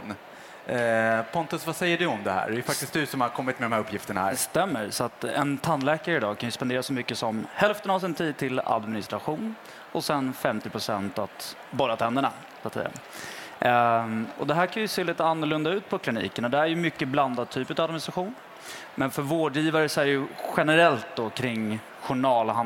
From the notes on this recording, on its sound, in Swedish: Live från Tandläkarmässan i Stockholm.